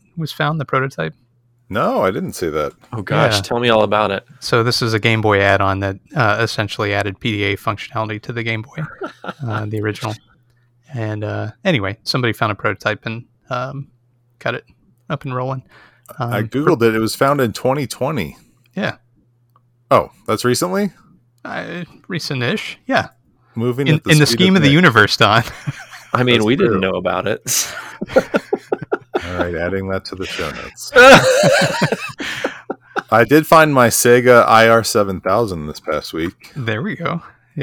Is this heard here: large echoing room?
no